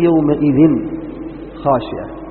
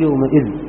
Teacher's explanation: قال للنون، النون المراد بها الساكنة، قال النون إن تسكن، والنون الساكنة تثبت متوسطة ومتطرفة، وتثبت خطا ولفظا وصلا ووقفا، بخلاف التنوين، فالتنوين يثبت نطقا لا خطا، فتنطق نون ولا تكتبها نون، ويثبت وصلا لا وقفا، إذا وصلت نطقت النون وإذا وقفت لم تنطق نون · Term: نون تنوين